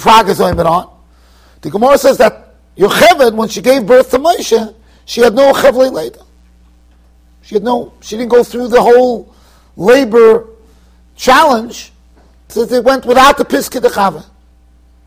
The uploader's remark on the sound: Shiur recorded in Yeshivas Ohr Reuven, Monsey NY.